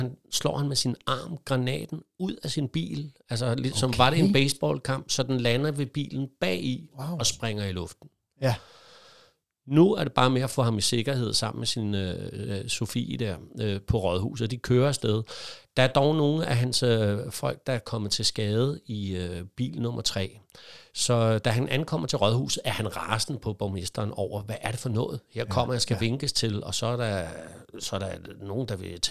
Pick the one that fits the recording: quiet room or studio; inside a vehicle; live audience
quiet room or studio